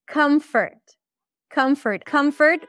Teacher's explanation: Comfort would be a cup sound, come, and then a schwa.